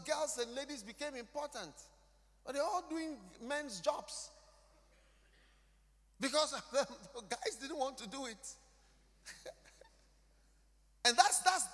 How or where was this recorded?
live audience